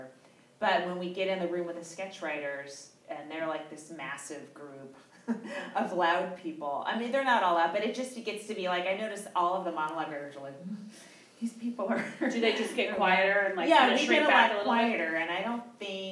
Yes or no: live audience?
yes